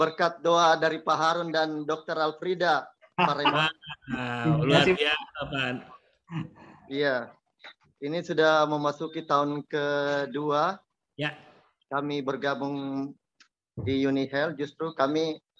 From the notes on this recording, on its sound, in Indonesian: Podcast ini adalah hasil rekaman dari Webinar "UNIHEALTH - Bisnis Banyak Manfaat" pada sesi Q&A.